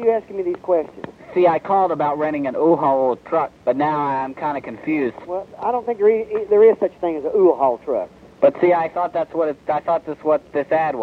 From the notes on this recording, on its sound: Personal Prank Phone Calls Collection.